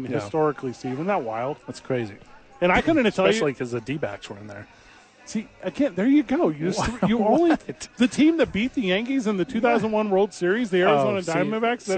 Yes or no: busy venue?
yes